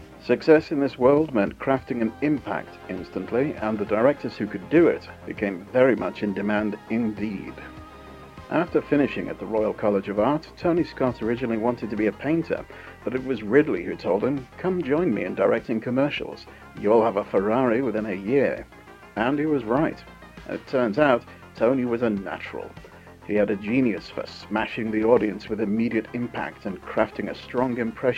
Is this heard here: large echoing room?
no